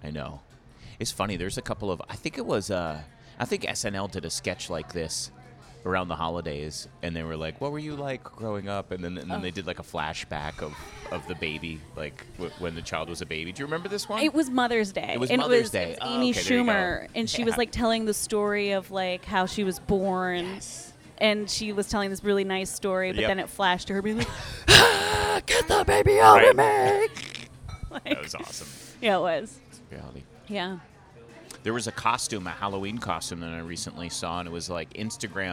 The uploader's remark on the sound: at le cafe coffee on Lexington Avenue between 55th and 56th in New York City